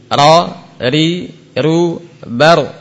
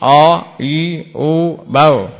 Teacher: cukup sekali atau dua kali getarannya. · Shown in: first take